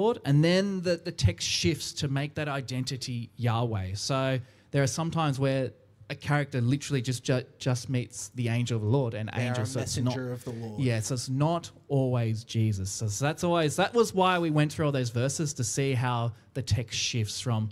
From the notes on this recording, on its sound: recorded live at our 10am Sunday Service!